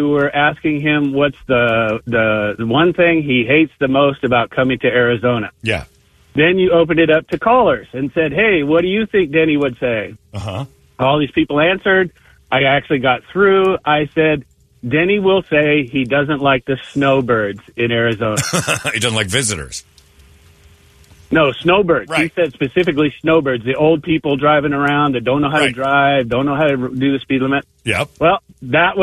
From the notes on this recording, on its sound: Cubs And DBacks Fans Calling.